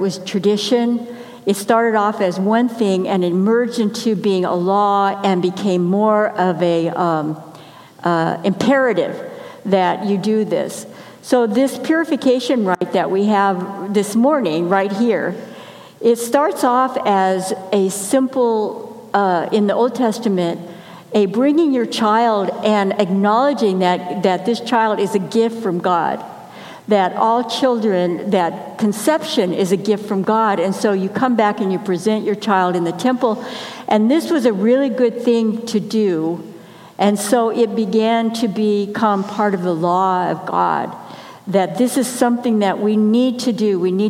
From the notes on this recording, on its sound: Message delivered during the 9am Blended Worship Service.